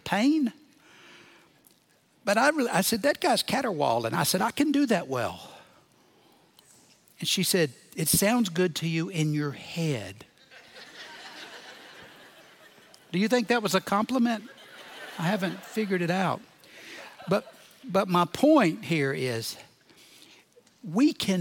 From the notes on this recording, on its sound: Recorded live at Brookwood Church on 5.14.2023